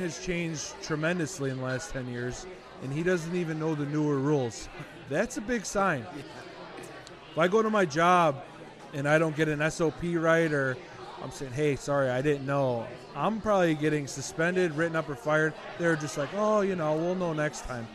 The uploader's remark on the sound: Live at Black Barrel Tavern on Madison in Chicago.